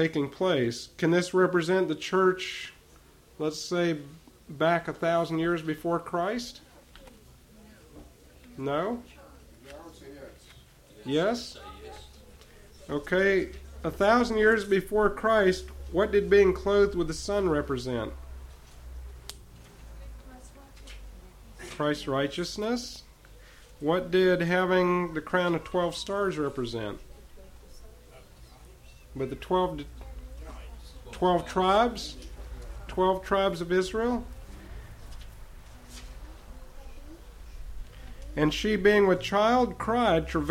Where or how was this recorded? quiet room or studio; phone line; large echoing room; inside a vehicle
large echoing room